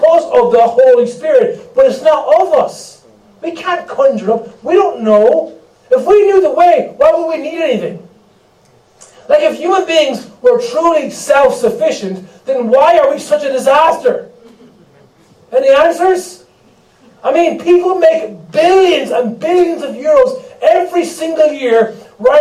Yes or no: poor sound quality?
yes